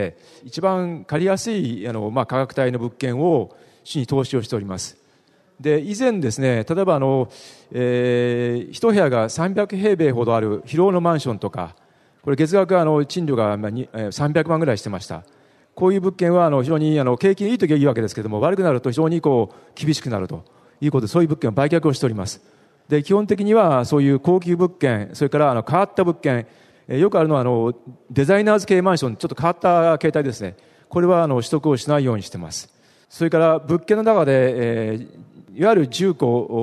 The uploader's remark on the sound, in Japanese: ２月２０日に東京証券取引所で開催した「J-REITファン2016」に登壇した日本賃貸住宅投資法人のIRセミナー